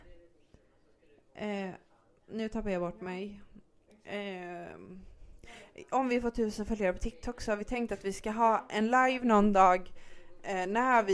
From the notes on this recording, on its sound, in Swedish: Ljudet är lite sådär inspelat hemma i köket med barn och mobiler och dylika ljud.